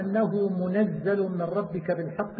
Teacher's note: بفتح النون وتشديد الزاي، والباقون منزل بسكون النون وتخفيف الزاي، وقرأ نافع وحفص ما